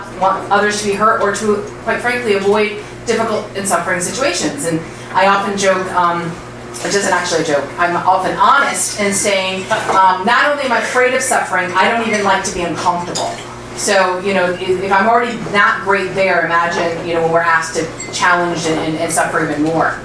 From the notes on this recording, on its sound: Arlington Theology on Tap. Arlington TOT is held on the 2nd Monday of each month at O'Sullivan's Irish Pub located at 3207 Washington Blvd., in Arlington, VA, across from St.